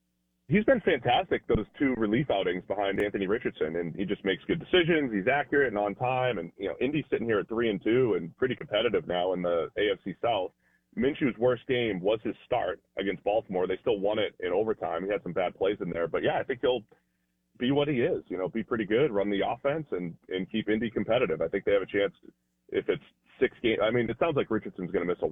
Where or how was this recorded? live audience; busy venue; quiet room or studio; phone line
phone line